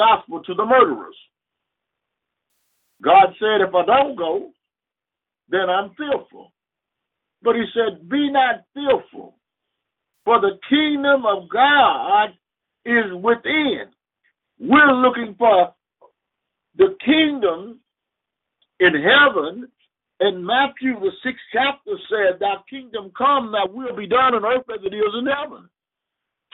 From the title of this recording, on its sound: Conference Call